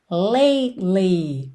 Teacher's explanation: quando chega com a língua no T, a língua lá no céu da boca, lately, você já desce no L